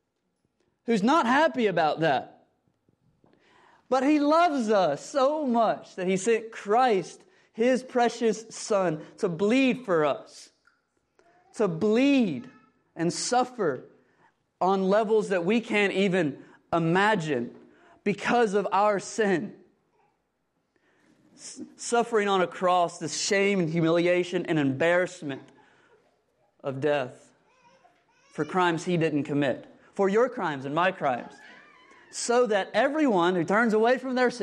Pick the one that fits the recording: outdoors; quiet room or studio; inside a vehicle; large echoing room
large echoing room